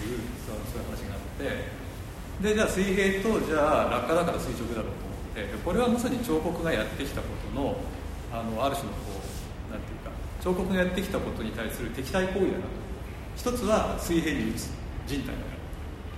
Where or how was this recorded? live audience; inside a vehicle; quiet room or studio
live audience